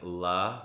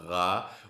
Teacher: instead of saying la with the tongue at the top of your mouth, you say ra without the tip of your tongue touching the top of your mouth